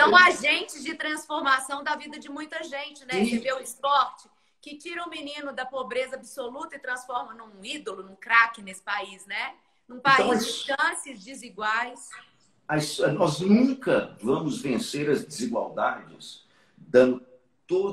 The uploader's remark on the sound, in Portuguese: esteve ao vivo no instagram da Alvorada FM para um bate papo